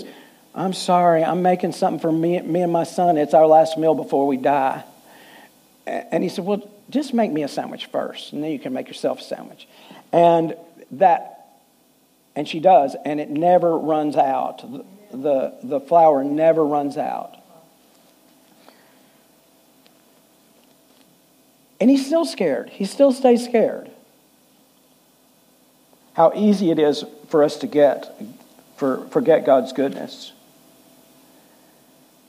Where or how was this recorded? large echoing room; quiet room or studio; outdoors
large echoing room